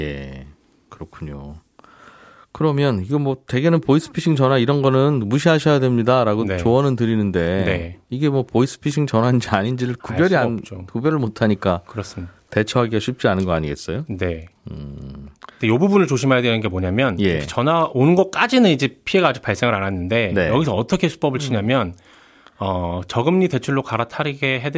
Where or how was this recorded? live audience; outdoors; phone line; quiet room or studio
quiet room or studio